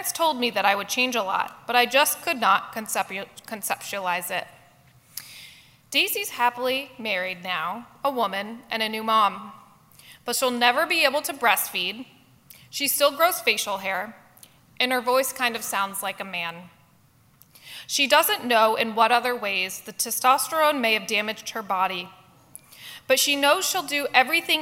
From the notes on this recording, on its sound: address at the Miami National Conservatism Conference on September 11, 2022.